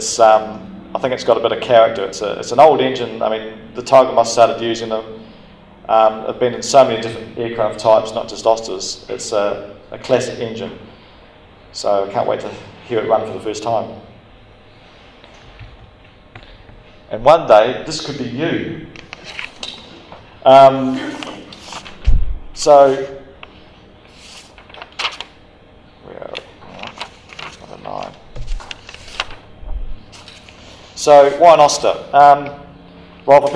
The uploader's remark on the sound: Recorded: 19th of January 2014, live at the Wings Over New Zealand Forum Meet